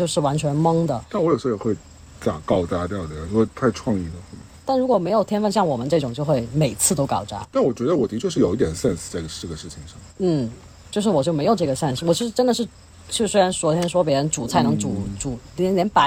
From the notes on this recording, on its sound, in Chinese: 本期为室外录音